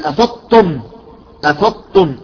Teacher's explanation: أفضتم، أنا ما سمعت غير ألف ثاء طاء، أفضتم، لم أسمع الضاد ولم أسمع التاء، أدغمت الضاد بالتاء فأصبحت طاء، هذه من الأخطاء.